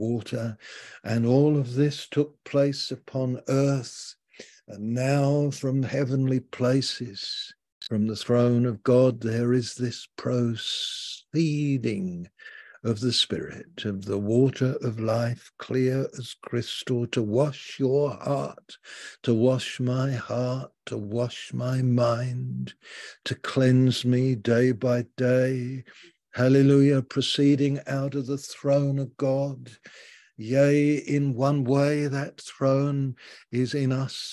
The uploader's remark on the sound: Malaysia Meets (Zoom)